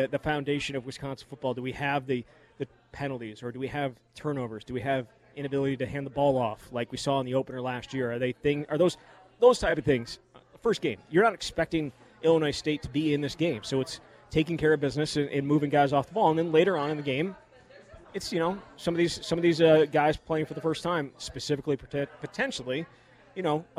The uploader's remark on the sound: live from Monk's Bar and Grill in Sun Praire